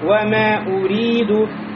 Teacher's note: после мим приходит алиф, в любом случае здесь будет меддун тоби'иин, то есть естественная долгота.